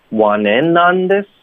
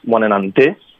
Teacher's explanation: 我们的重音应该是 in want in on this,而不是 this want in on this. · Shown in: first take · Term: 重音是 in